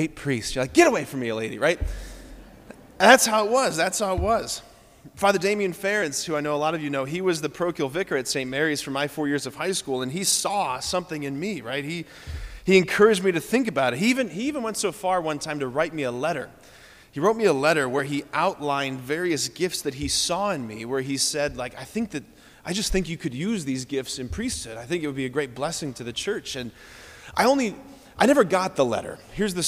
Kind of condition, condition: setting, large echoing room